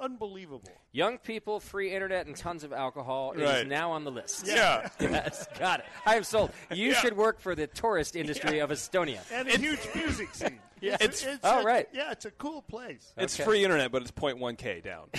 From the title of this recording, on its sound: Live at Anchor Brewing Co.